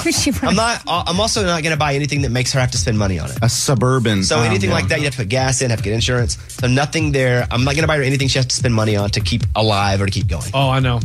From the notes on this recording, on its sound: called into the show